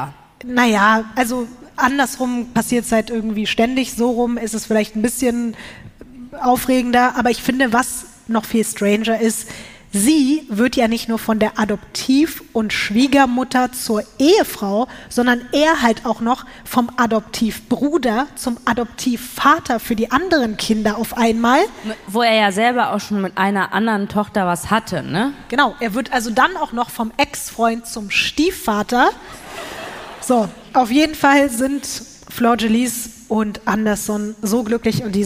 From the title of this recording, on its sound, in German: LIVE in München